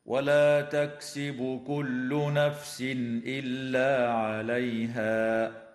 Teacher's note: التنوين في قوله تعالى: نفس إلا، حكمه الإظهار الحلقي